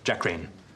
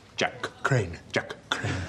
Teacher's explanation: The first name ends with the same sound that begins the last name. So you either end up running them together, Jack Crane, or you face the dreaded glottal stop.